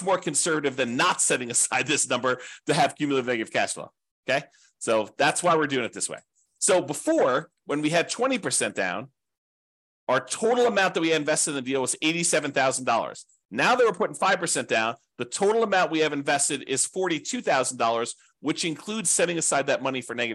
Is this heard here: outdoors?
no